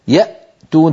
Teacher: تجدون بأن الصوت قد انقفل تماما عند الهمزة